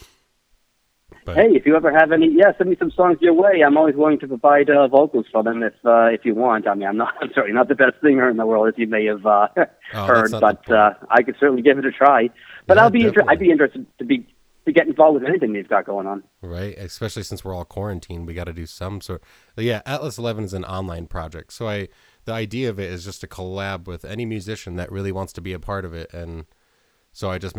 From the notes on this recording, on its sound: We had a phone call chat